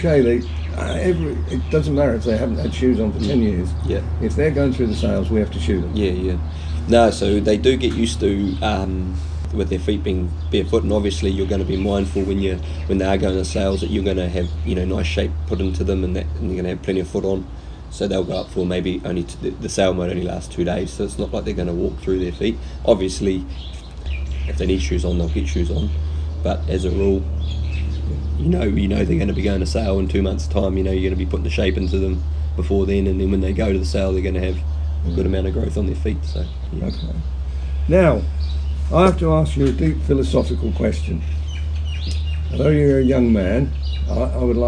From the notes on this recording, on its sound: Cambridge, New Zealand. We sat outside with the birdsong.